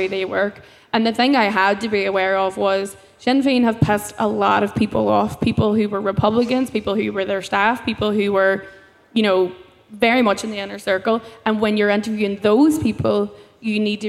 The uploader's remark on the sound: In the Mindfield area at this year's Electric Picnic festival